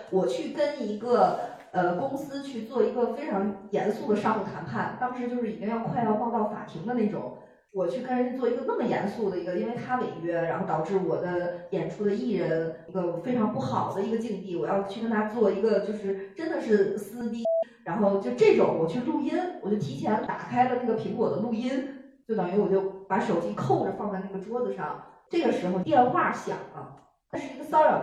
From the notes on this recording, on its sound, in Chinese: 由于场地设备除了一些问题，导致了本周「社死」这期原素材的丢失。但又实在不忍心浪费现场观众朋友们的宝贵发言，。最后只能很遗憾地用其他设备的备份素材来剪辑制作。就是会时不时听到一个奇怪男子非常突兀的大笑，。离备用设备太近了。